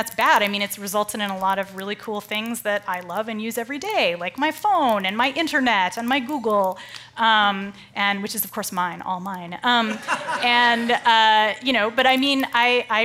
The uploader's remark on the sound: As part of The Long Now Foundation's “Conversations at The Interval” Salon Talks. These hour long talks are recorded live at The Interval, our bar, cafe, & museum in San Francisco.